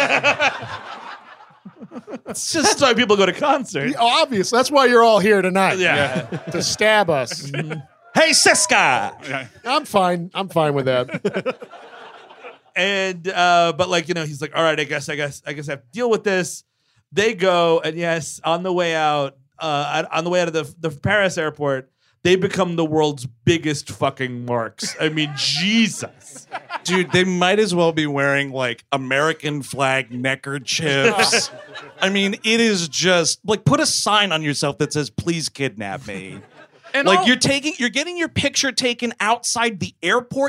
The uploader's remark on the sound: Live in Chicago. Recorded October 14, 2021 at Zanie's, Chicago, IL. One of the nights from our recent October run of shows.